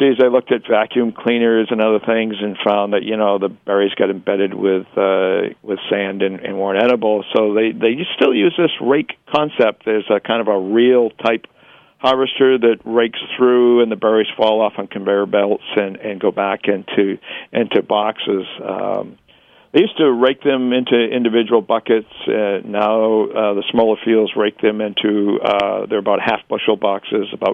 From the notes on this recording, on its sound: via the phone lines